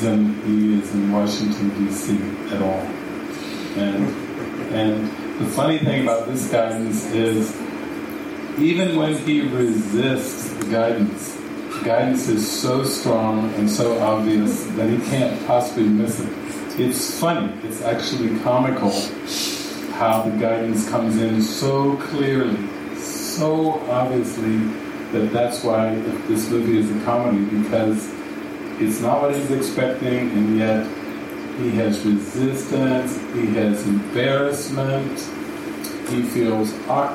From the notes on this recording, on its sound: This session was recorded during a weekend retreat at the Sitio Gloria retreat center outside of Sāo Paulo, Brazil, in the afternoon.